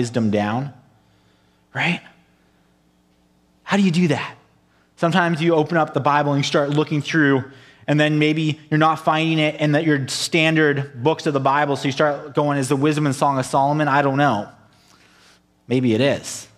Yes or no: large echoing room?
yes